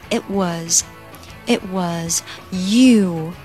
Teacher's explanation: it t 吃掉，跟后面的 was 做连读